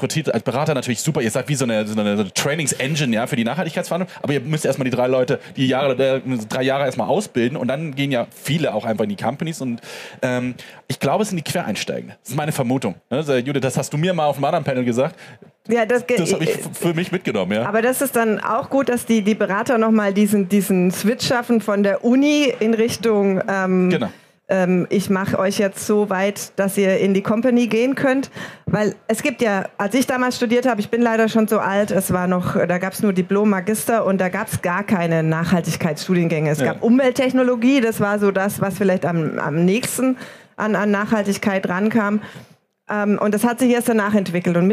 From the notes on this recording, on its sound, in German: Auf der Bühne der Frankfurter Buchmesse.